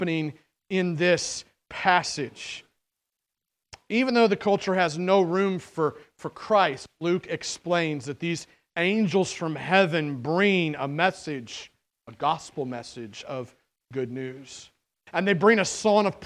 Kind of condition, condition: setting, large echoing room